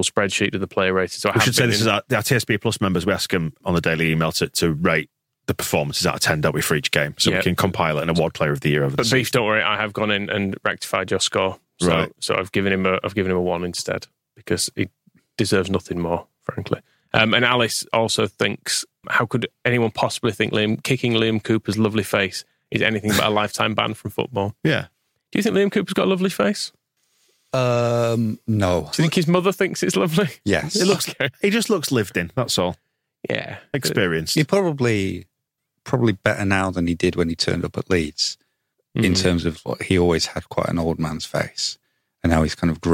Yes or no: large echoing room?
no